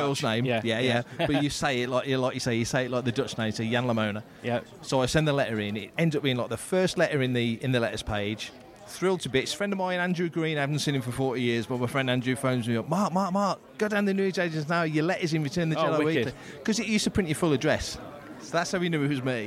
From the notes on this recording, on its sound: It's a LIVE one. Walk the halls of Star Wars Fan Fun Day 2023 at Ewood Park in Blackburn, taking in the sights and sounds.